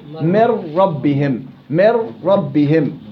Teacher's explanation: وأما النون في الراء في نحو من ربهم تقلب النون راء. إذن من ربهم تصبح من ربهم من ربهم.